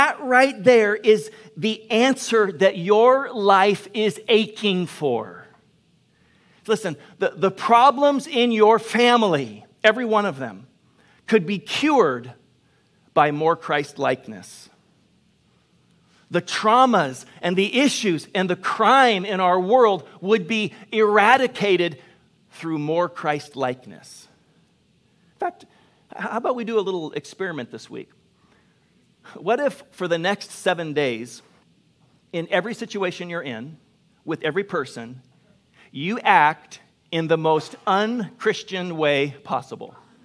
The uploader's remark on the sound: Delivered on 12 September 2021 at Grace Church of La Verne. Delivered on 12 September 2021 at Grace Church of La Verne.